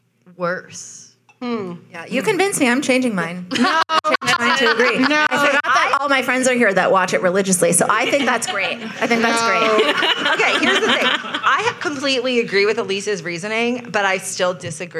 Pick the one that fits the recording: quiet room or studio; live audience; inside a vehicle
live audience